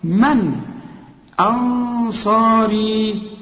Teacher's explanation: هنا تمد اربع حركات لان بعد المد همزة